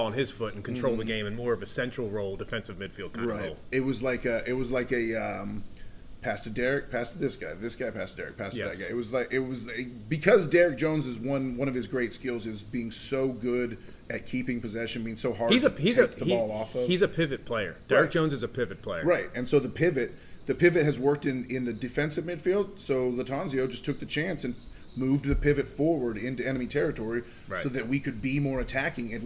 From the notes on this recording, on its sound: an episode recorded in the heart of Charlotte's iconic Freedom Park.